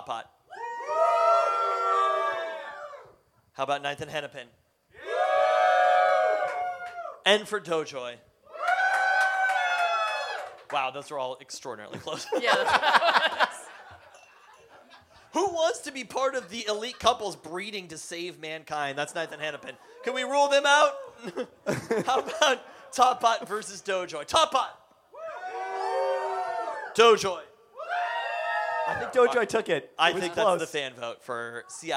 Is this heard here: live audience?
yes